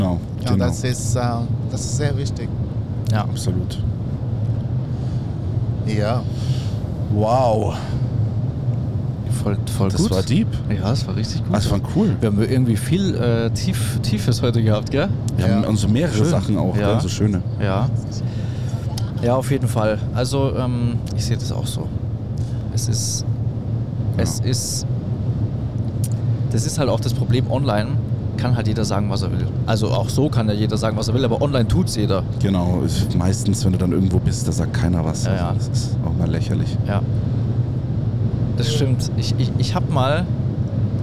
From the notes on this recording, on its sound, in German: wir sind unterwegs auf den deutschen Straßen und nehmen LIVE auf dem Weg zu einem Einsatz in Ludwigshafen diese Podcastfolge auf.